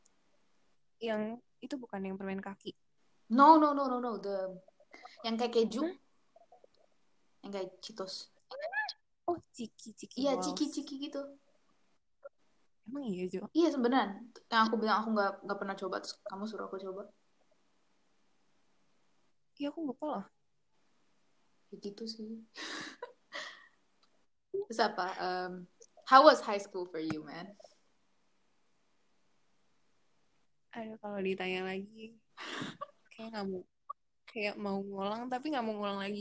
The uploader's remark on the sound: Apologies for the quality of the audio in this episode